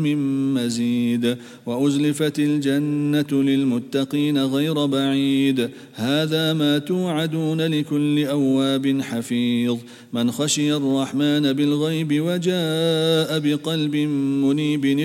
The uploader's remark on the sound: at the Houghton Masjid (West Street)